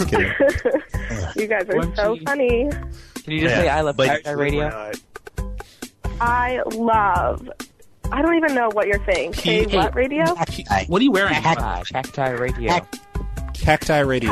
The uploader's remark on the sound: …'s Personal Prank Phone Calls Collection: pizza - salmonella.